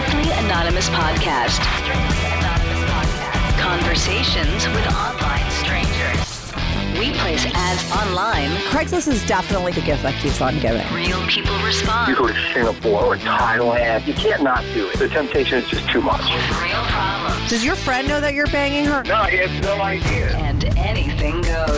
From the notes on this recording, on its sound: called in to talk all about it